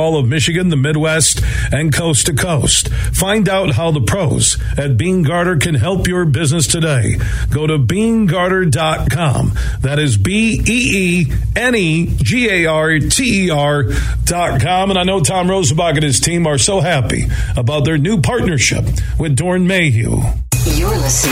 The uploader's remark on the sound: Today we're broadcasting live from the Ascend Sportsbook and Nightclub inside of Soaring Eagle Casino & Resort in Mt.